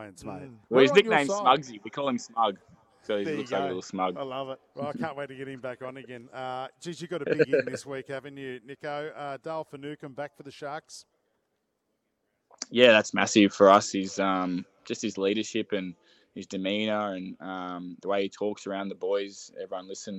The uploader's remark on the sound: Live from Suncorp stadium